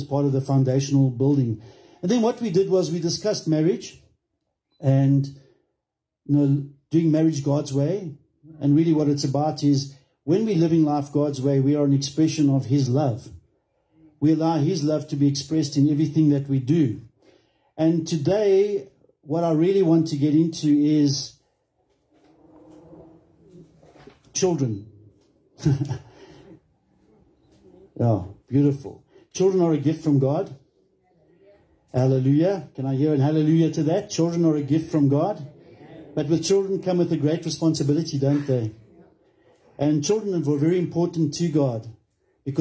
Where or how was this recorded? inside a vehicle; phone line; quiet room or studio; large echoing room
large echoing room